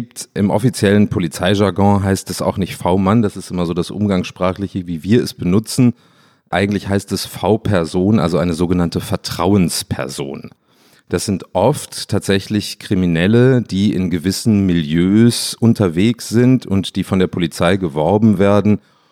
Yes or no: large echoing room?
no